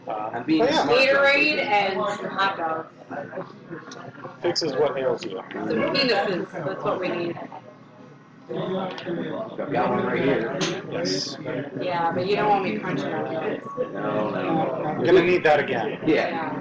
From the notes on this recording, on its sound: This week we record live from Rudy's Big Smoke! Cigar Block Party!